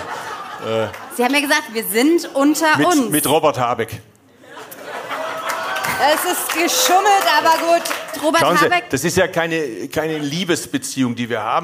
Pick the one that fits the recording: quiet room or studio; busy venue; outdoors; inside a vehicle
busy venue